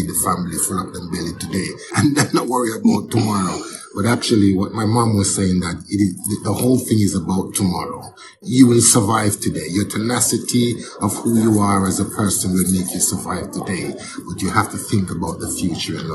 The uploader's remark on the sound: There was an awful lot of background noise. We had to cut quite a lot of the recording out.